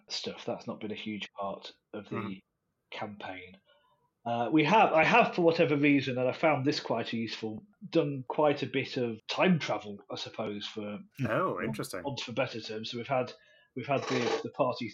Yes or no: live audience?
no